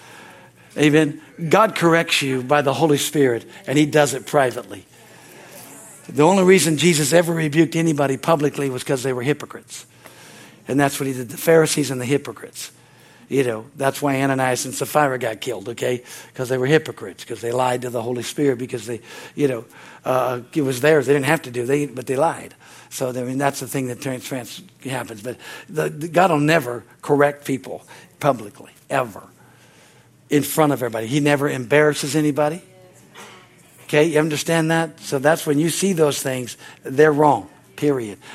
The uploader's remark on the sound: from the Wednesday service on August 9, 2023 at Harvest Bible Church in Stockton, CA